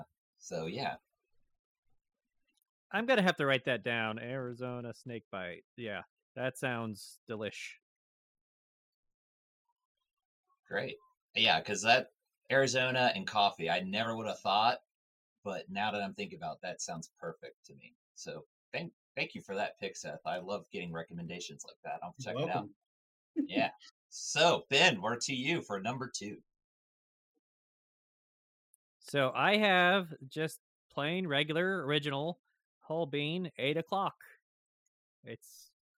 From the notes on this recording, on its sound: While editing this episode of Mustaches and Coffee we discovered that we experienced technical difficulties on a new platform we were trying so we apologize in advanced.